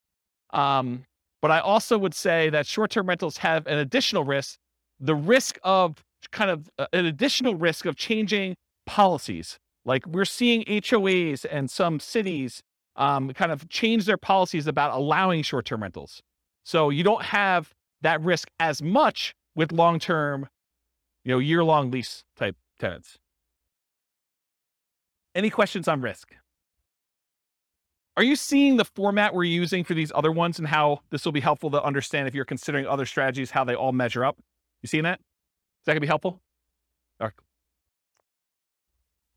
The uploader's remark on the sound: This was a live class recorded.